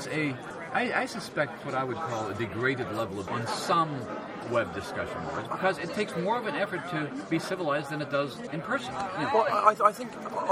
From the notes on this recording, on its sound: Live from the Locus/Twelfth Planet Press in the World Fantasy Convention 2010 dealer's room. The sound quality may be affected by the venue, along with random background announcements.